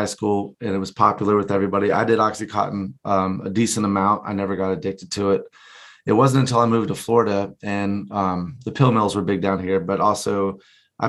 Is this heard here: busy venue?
no